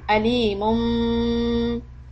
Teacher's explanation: Press the lips lightly and just hold the sound two harakat on alimum.